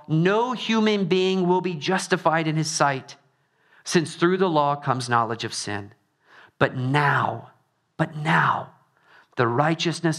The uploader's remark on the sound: Trinity Anglican Church • Littleton, Colorado